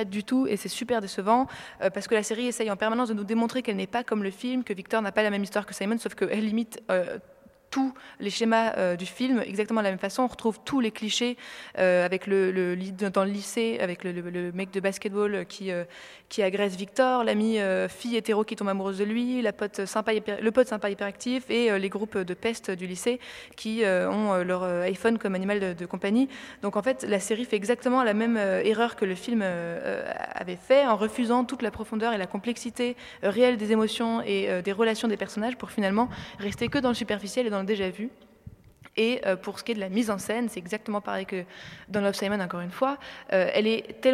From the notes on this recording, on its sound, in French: En direct des Grands Voisins